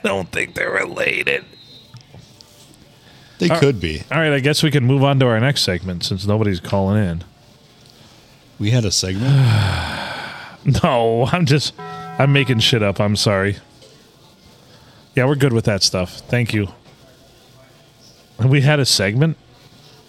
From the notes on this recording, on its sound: Recorded at the Blue on a Monday night as we watch the game.